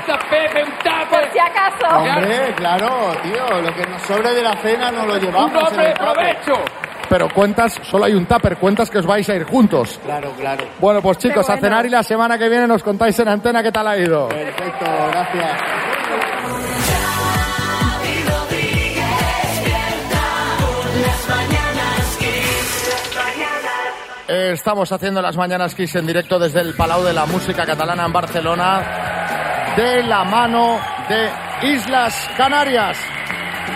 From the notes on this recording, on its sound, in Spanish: Las Mañanas KISS desde BARCELONA. Nos han llevado hasta Barcelona para reencontrarnos con todo nuestro público en directo. La cita a ciegas se ha trasladado hasta las tablas del escenario: en esta ocasión, el Palau de la Música de Barcelona.